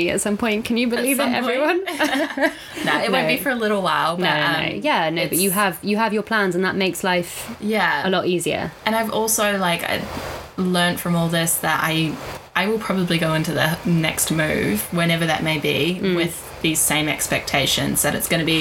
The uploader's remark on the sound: The audio is getting better each week we hope, but we are still heavy breathers with smokers laughs